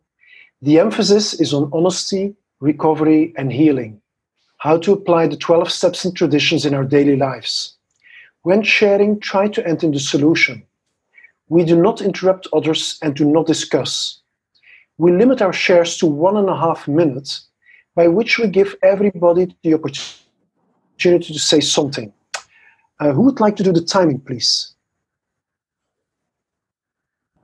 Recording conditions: video call